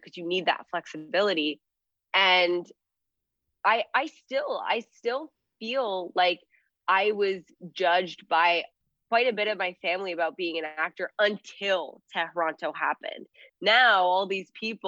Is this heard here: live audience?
no